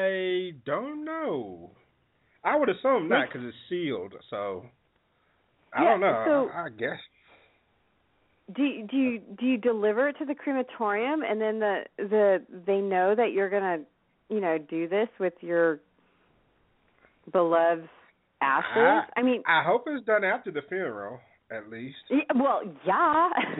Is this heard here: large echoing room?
no